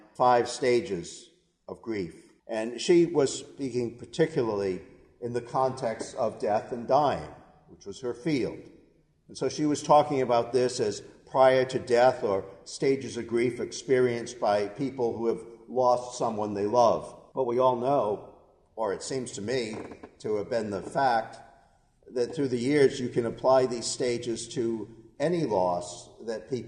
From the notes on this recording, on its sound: A portion of our worship service at the Old First Congregational Church in Bennington, Vermont.